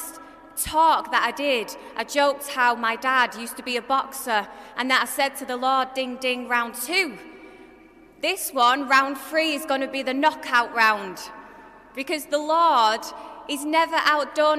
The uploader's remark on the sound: This episode is a live-talk I gave at the Galway Cathedral Novena in March 2023